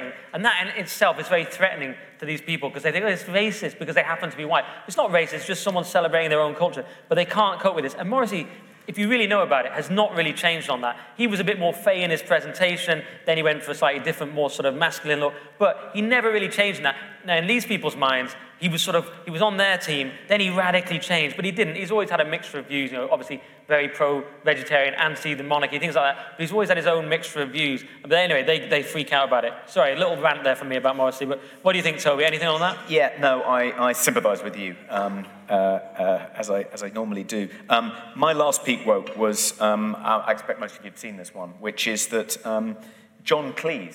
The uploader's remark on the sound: Live from the Emmanuel Centre in London! The event was sold out, and the feedback was amazing. Massive thanks to everyone who came along.